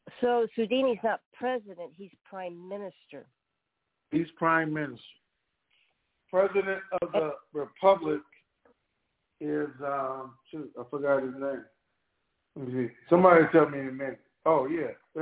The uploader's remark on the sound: TNTSuperfantastic Conference Call